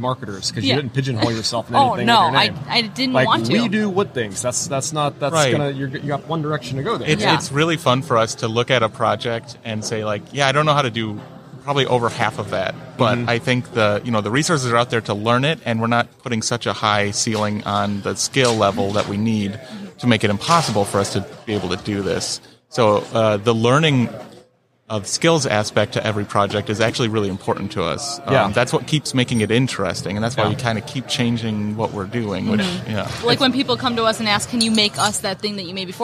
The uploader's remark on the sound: LIVE from WORKBENCHcon 2022